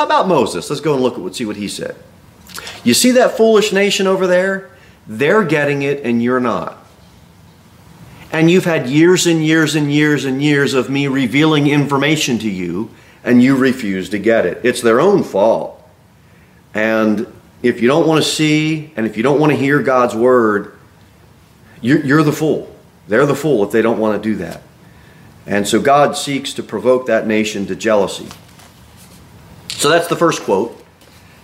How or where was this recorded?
large echoing room